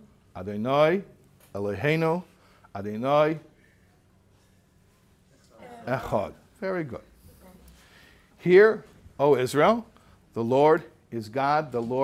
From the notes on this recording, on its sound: Recorded in front of a group of college students from Aish UK on a trip to NYC.